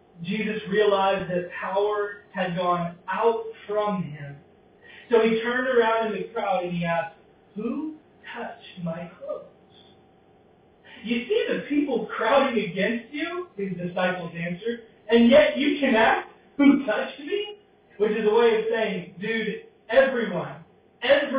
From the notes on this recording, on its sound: Because the audio quality is not as strong.